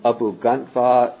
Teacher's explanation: Then when you have abhyu, this becomes transformed into abbhu, and then the D in front of a G turns into a G, so you get the double G.